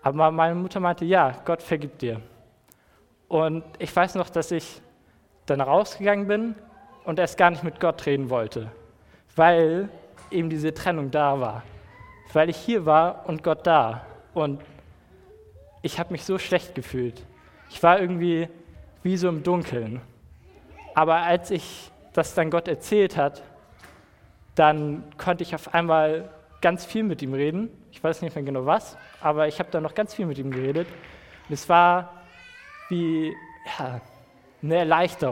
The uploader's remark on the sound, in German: Predigt im Rahmen des GreifBar+ Gottesdienstes